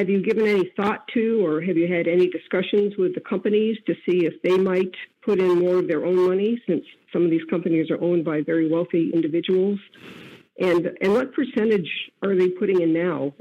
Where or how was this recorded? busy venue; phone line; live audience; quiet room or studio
phone line